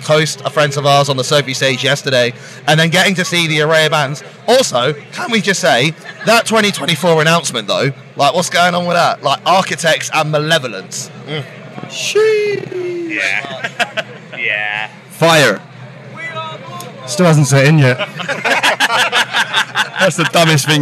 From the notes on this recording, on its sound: Live from Bloodstock 2023